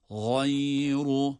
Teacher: Gayn da kalın, ra da kalın.